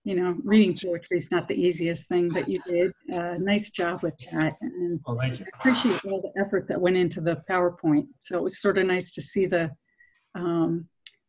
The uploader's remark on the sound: in these virtual Zoom Sangha times